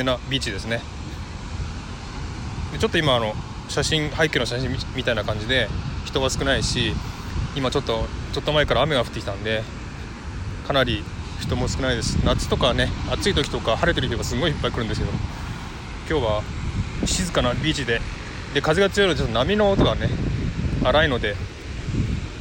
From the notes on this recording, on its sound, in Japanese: LIVE #001【初ライブ】 from Bondi beach。雨の降りそうなシドニー ボンダイビーチから、初ライブ。